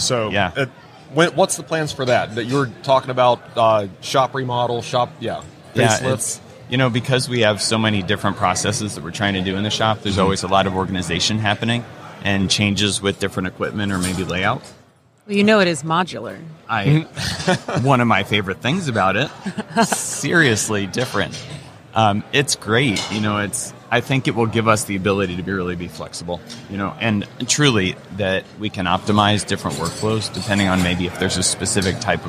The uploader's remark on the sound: LIVE from WORKBENCHcon 2022. In the Organization Conversation booth at the show.